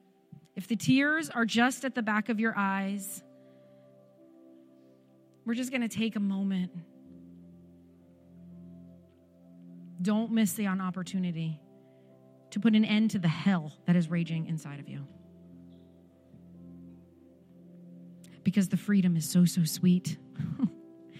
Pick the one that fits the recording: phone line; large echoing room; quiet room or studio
large echoing room